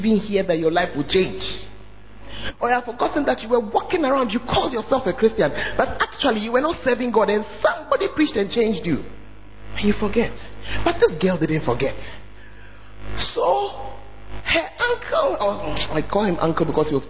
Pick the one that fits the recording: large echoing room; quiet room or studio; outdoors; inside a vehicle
large echoing room